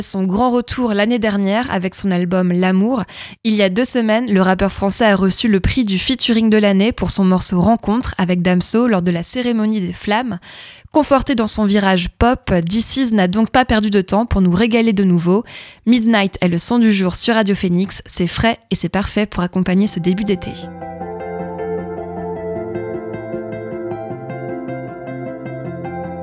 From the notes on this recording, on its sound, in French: la table ronde réalisée aux Ondées, rendez-vous culturel et musical étudiant